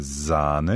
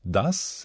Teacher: Nur der Mund und die hindurchströmende Luft formen den Laut. Die Stimmbänder schwingen nicht bei diesem S. · Shown in: second take · Term: stimmlos